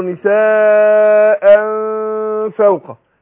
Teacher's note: الإخفاء هنا عند الفاء مع الغنة حركتين